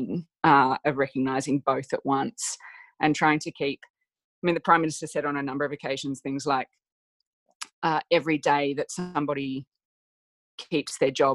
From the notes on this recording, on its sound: broaden out the Zoom call